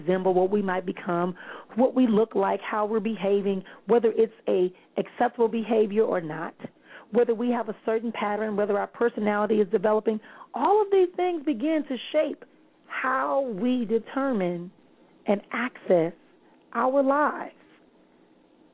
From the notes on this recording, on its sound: callers may call in with questions